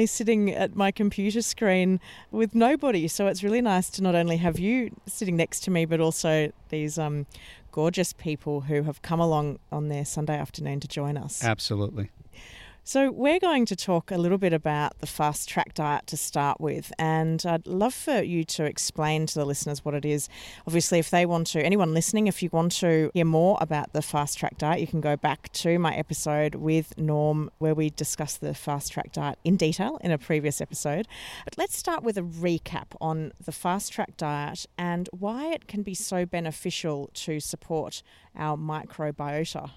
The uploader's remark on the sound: A live podcast recorded in his garden in Boston.